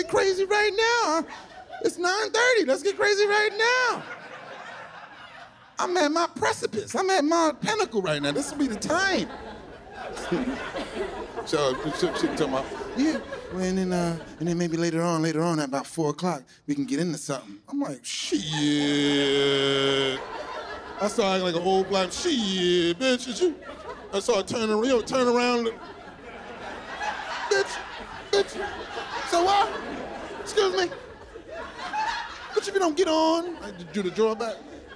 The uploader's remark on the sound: hour special shot on location at NYC's Westside Comedy Club